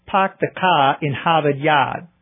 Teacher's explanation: the pronunciation of the R, or rather, the non-pronunciation of the R